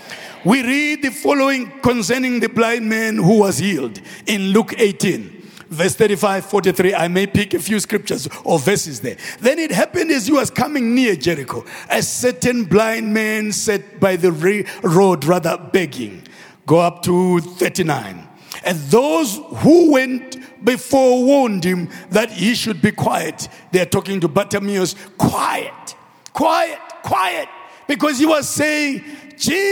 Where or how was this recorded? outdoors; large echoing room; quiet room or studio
large echoing room